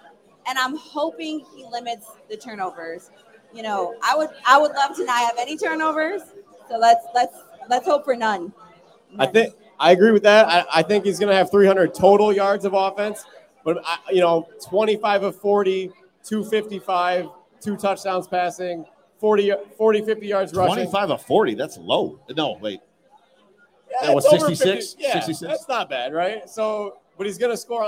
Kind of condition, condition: setting, busy venue